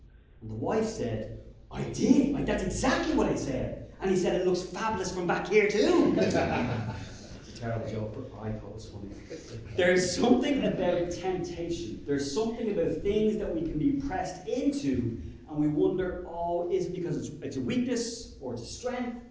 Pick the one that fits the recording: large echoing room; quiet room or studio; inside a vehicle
large echoing room